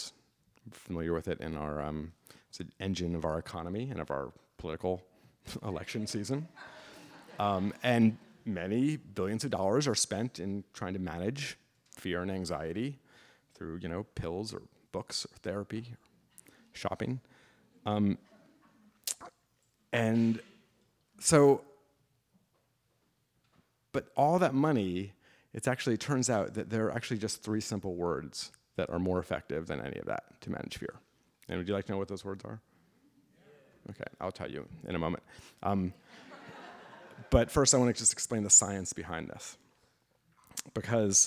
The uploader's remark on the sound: Recorded in front of a live audience on August 24, 2016 at Wellfleet Preservation Hall.